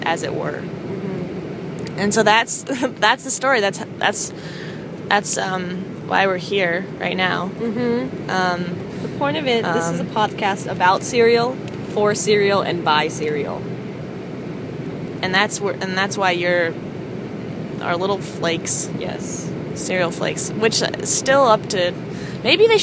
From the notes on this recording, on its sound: Recorded on the bus ride from Amsterdam to Paris.